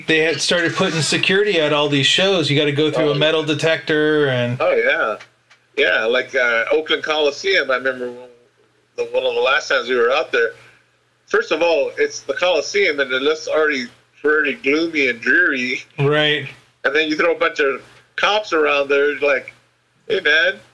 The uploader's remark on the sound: The lowered Garage sessions. While I am still getting the bugs worked out I must apologize again the audio isn't great.